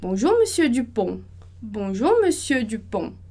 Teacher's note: Então, aí o pon é a nossa sílaba mais forte.